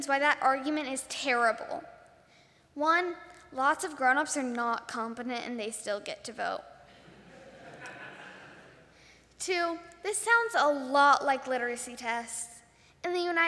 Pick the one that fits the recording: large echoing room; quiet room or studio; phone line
large echoing room